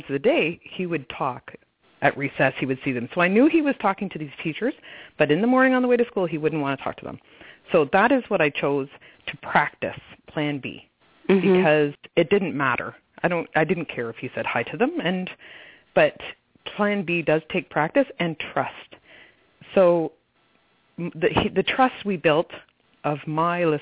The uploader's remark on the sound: concerns from live callers